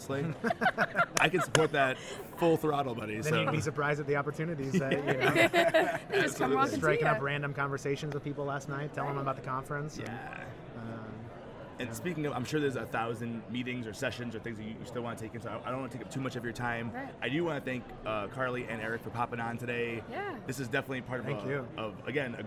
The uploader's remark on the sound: Live from SHAPE Nashville Day 2!